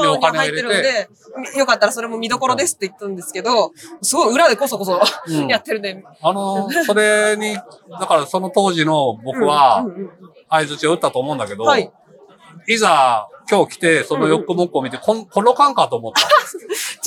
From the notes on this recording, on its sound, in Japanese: 文学フリマ大阪（2022/09/25開催）の会場から、マスク着用＆小声収録でお送りする14回目